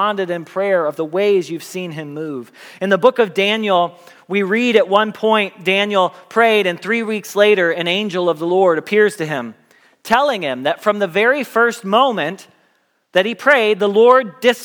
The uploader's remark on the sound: Message Preached at Valley Creek Church